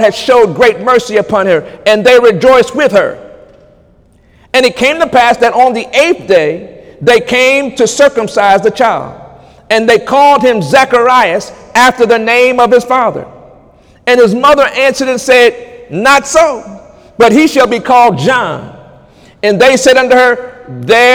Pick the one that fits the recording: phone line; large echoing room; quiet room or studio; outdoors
large echoing room